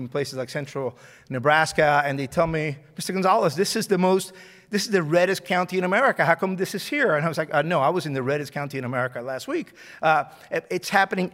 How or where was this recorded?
live audience